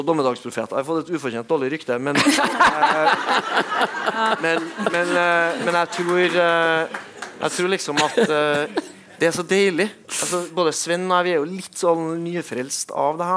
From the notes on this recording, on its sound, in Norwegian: Adresseavisens panelsamtale fra Litteraturhuset i Trondheim